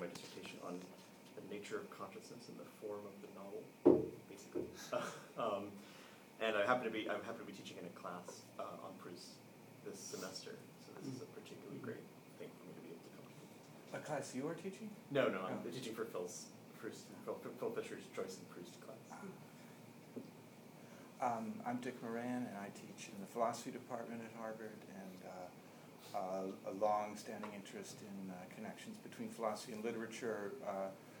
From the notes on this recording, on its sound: April Vacation Bonus: Proust and Philosophy Conference at Wellesley College. Part 1: Short Intro (audio sketchy).